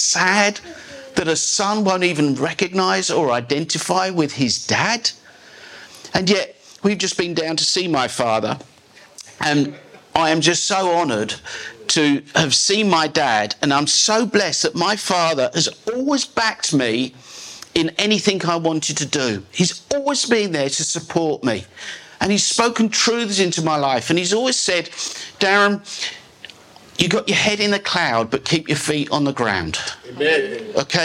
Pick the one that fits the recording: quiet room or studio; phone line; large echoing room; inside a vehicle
large echoing room